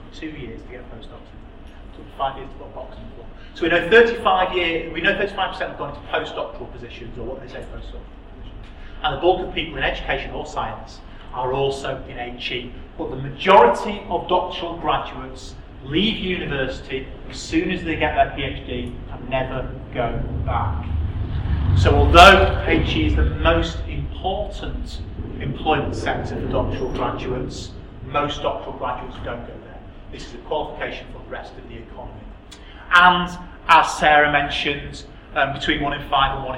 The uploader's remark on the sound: speaks at SRHE Employability, Enterprise and Work-based Learning Network Event